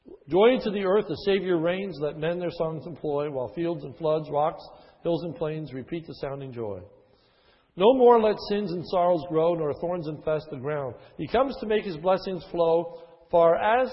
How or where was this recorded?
large echoing room